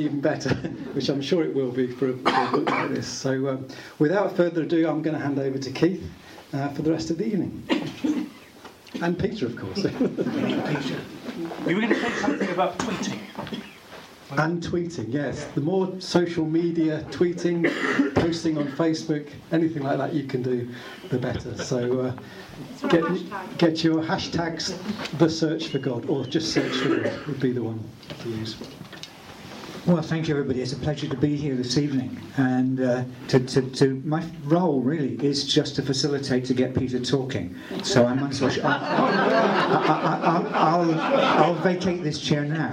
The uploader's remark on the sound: Audio from the March 15th book launch